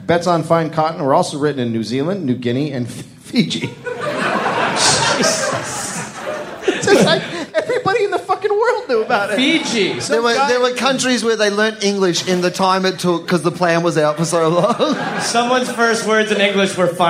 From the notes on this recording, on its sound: Live at The Comedy Store in Sydney, Australia.